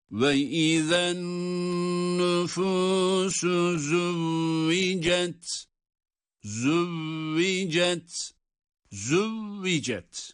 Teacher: Bu züvvicet kelimesindeki vav da şeddeli ama asla ne makama yönelerek, ne nameye kapılarak, ne farklı beklentilerle vav harfini uzatmıyoruz